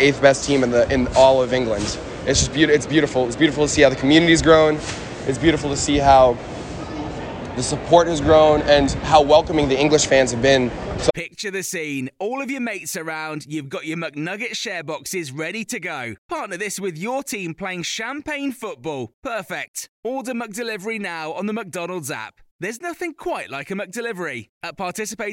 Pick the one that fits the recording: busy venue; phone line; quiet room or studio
busy venue